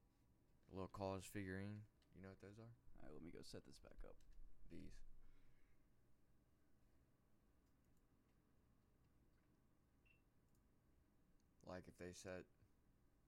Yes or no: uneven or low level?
yes